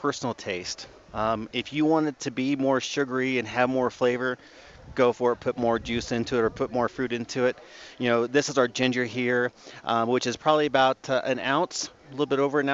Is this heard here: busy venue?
yes